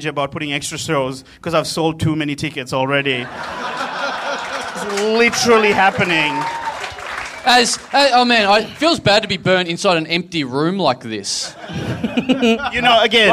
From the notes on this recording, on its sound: Recorded LIVE at the European Bier Cafe on Sunday, April 16, 2017.